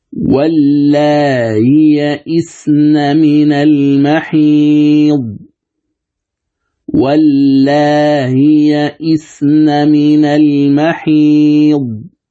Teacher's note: الوجه الثاني هو القصر في الألف مع التسهيل أو مع تسهيل الهمزة بين بين، يقرأ هكذا: واللائي يئسن من المحيض، واللائي يئسن من المحيض، فتمدها بمقدار حركتين.